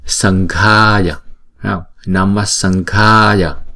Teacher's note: Cái chữ M có dấu nặng này là một cái Anuswara thì chúng ta sẽ chuyển thành chữ Ng, bởi vì chữ chữ chữ kế tiếp là chữ G. Chữ G này chúng ta đọc bằng cái phần guttural, bằng cái cổ họng của chúng ta, thì Anuswara này phải được chuyển thành chữ Ng. Chúng ta cũng phát âm từ phần cuốn họng của chúng ta, cho nên là chúng ta sẽ phát âm là Sanghaya, Namasanghaya.